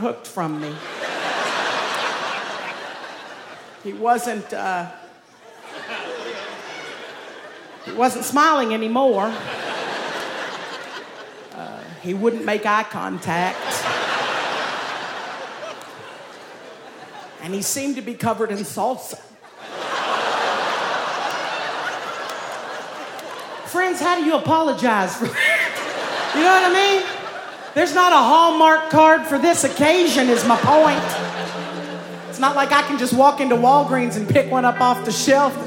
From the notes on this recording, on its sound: At Snap LIVE! in Brooklyn. Performed Live at Brooklyn Academy of Music.